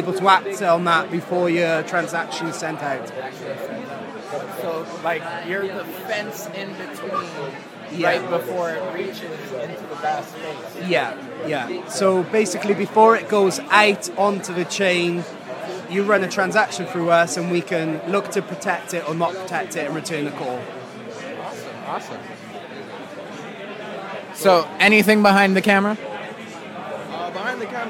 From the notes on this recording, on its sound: This episode is an interview captured from The Blockchain Futurist 2022 Conference in Toronto.